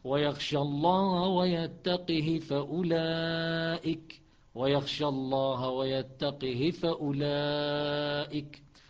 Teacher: نعم إذن أما حفص ومن يطع الله ورسوله ويخشى الله ويتقه فأولئك ويتقه يقلقل القاف ساكنة مقلقلة ويكسر الهاء مختلسة بمقدار حركة واحدة · Term: قلقلة القاف